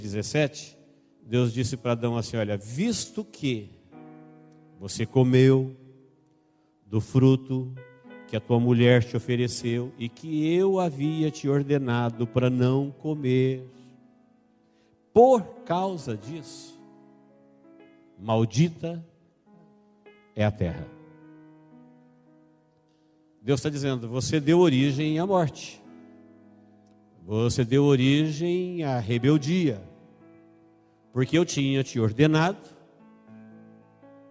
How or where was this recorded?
large echoing room